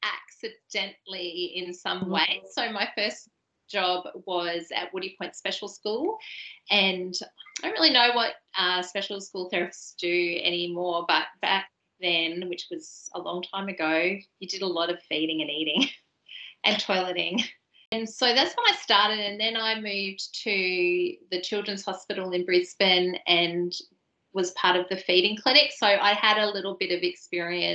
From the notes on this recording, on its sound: during the live webinar that was recorded on 7th September 2022